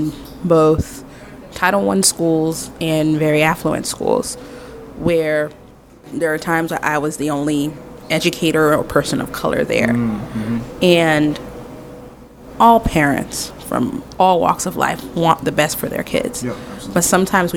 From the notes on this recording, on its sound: Live on location at Harold's Coffee.